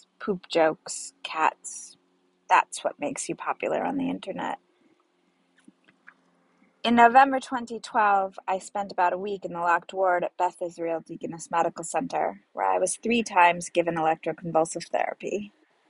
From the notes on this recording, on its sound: This is not good audio quality. I was on my roof and there are a lot of sirens in my neighborhood.